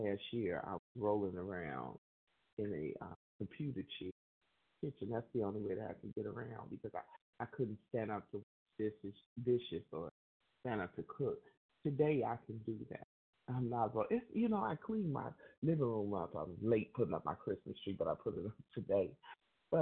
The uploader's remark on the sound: from the 100 Pounders Phone Meeting, 12/20/23.